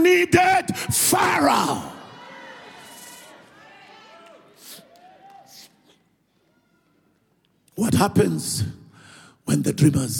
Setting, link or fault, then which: setting, live audience